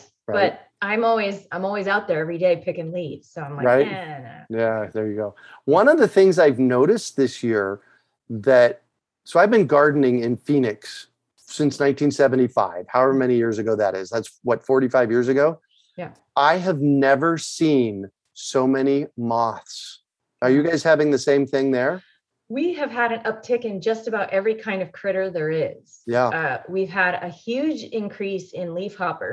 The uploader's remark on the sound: Has a relaxed conversation in a Zoom room with a special guest to cover useful gardening topics, and they answer questions from the live listening audience.